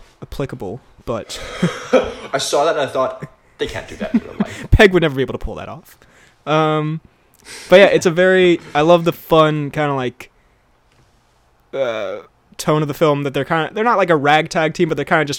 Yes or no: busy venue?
no